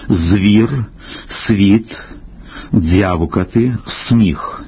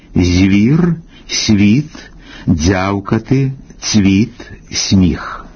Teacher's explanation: Не відповідає літературним нормам поширена у публічних виступах тверда вимова свистячих «з», «с», «дз», «ц» перед пом'якшеним губним · Shown in: first take